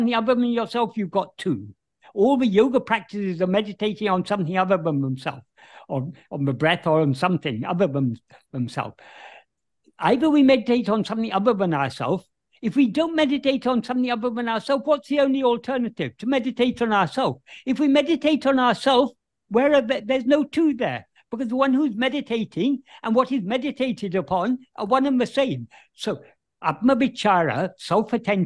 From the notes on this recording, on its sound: In a Zoom meeting with Sri Ramana Center, Houston, on 7th October 2023